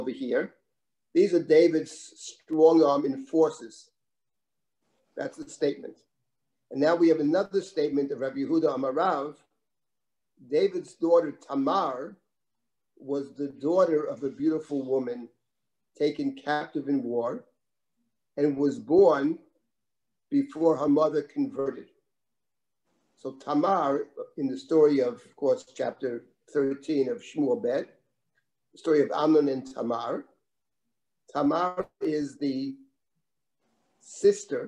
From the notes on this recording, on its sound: This audio was originally captured from Zoom.